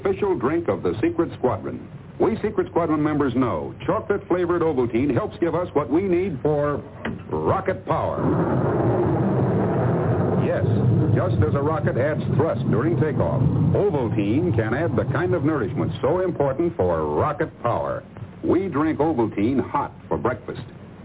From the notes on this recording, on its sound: The phone lines are open in the second hour.